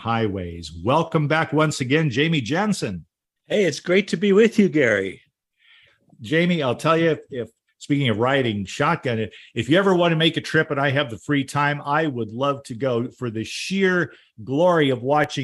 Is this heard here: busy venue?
no